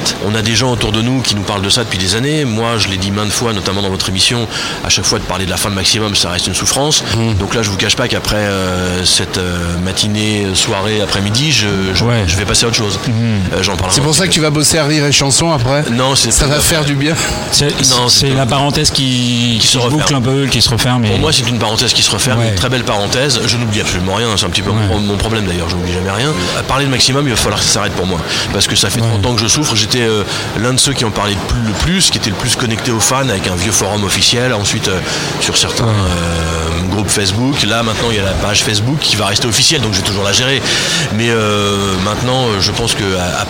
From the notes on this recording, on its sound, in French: En direct du Dock B à Pantin